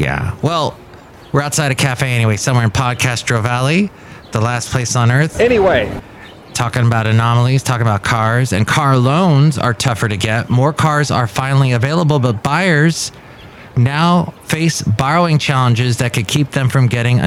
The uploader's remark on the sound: Podcasts live from Café Anyway.